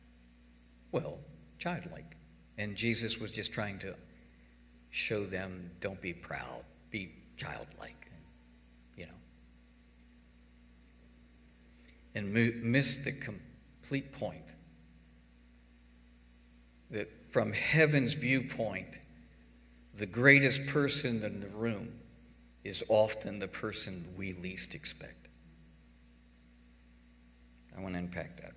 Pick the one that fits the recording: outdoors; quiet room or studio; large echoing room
large echoing room